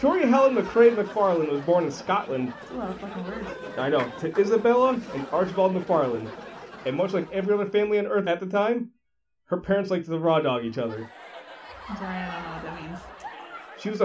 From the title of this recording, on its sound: Live From … Fest